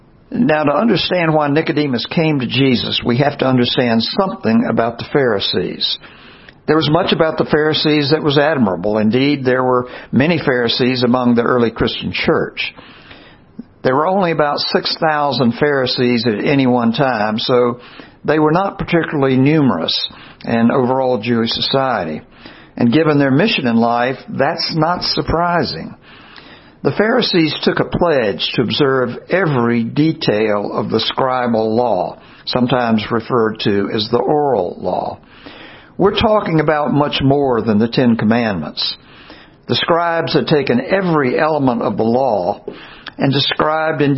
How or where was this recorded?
large echoing room